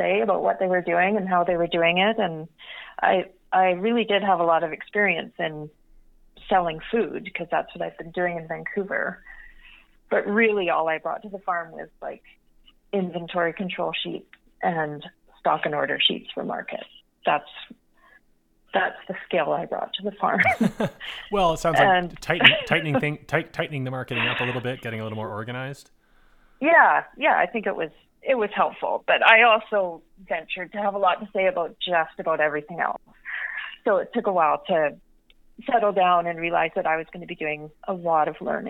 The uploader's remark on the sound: Joined me on the phone to tell me all about the farm.